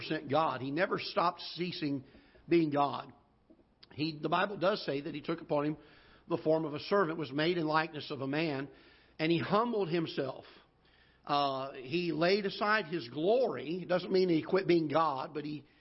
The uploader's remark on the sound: Ketha Heights Baptist Church ~ Live Broadcast